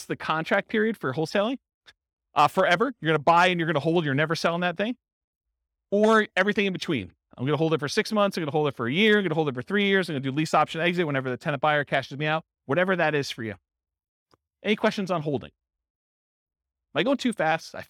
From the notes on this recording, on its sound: This was a live class recorded to give investors a solid qualitative overview of all the different real estate investing strategies. The live in-person version.